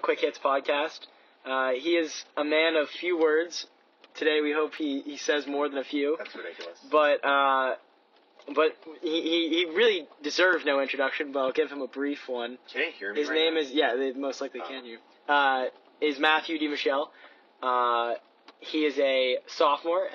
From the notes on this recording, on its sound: This week's episode is recorded outside of Highmark Stadium. In Pittsburgh, Pennsylvania.